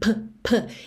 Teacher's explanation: o P em inglês, ele não é um P seco, ele tem um arzinho